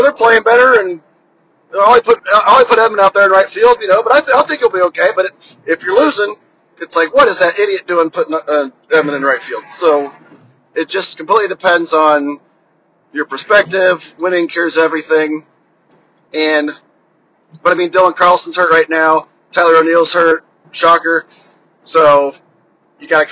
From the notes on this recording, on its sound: FROM MY CAR. I got bored on a long drive home today so decided to hit record.